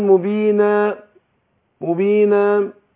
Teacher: ما يديش الحرف الاخير حقه في المد الطبيعي فيروح قافل الشفتين مستعجل قافل الشفتين قبل ما يتم الحركة الطبيعية بتاعت الألف فما يقفل الشفتين طبعا مخرج الميم من الشفتين يعني بيطبخ الشفتين